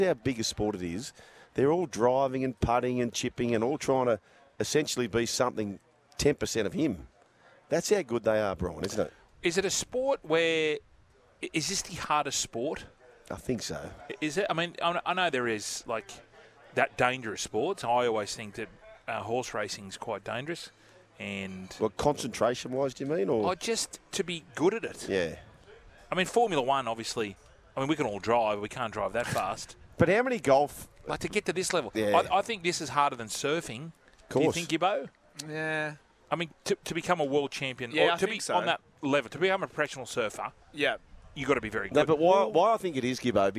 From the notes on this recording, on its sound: back for the second day of four live from the Moore Park Golf Club